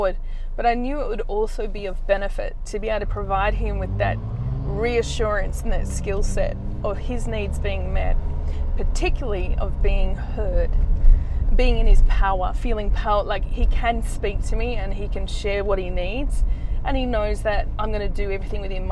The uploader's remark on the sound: Today's episode was recorded while driving in my car again.